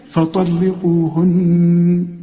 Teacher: برضو الطاء فيها والقاف مفخمين دول. فطلقوهن، ودي النون عند الوقف وعند الوصل لازم تغن.